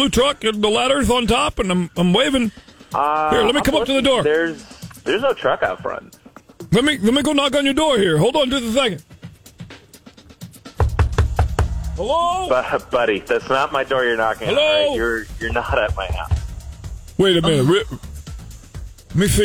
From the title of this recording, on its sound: Friday Phone Jacks Prank Call